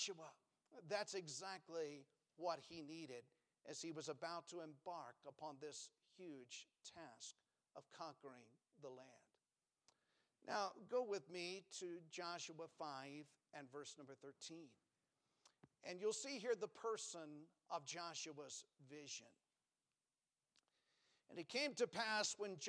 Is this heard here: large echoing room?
yes